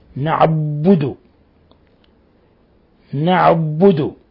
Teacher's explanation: ومن الأخطاء تشديد الباء من نعبد، يعني نقول لك نعبد نعبد، هذا شدد الباء فجاب حرف زائد في كتاب الله.